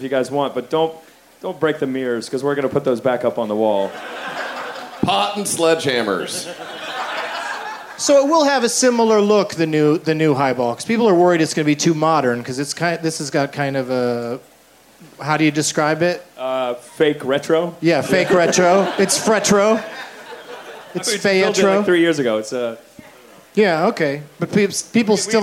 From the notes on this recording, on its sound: Taped live at the Fantastic Fest in Austin, TX